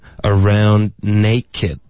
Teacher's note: can, or we can chant,然后他就停了，断气了，right?因为他这个就已经听起来很傻了，right?然后他就居然接着说，and dance,这个 and 这个字也弱读成 n，and dance 的这个词的音跟 around 的这个 a 的音会连读，dance around 的这个的音也省略，aroundnaked。所以 around 的这个 n 的音直接连到 naked 的这个 n 的音